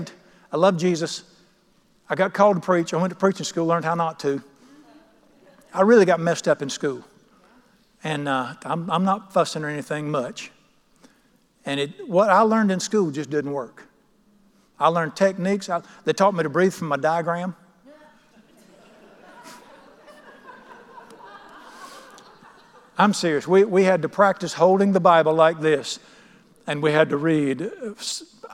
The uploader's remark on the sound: at The Lamb's Chapel, Burlington, NC.